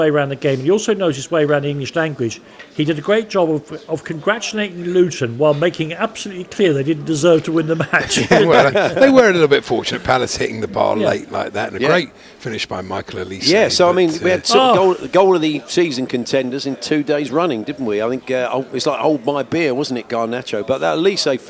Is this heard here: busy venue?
yes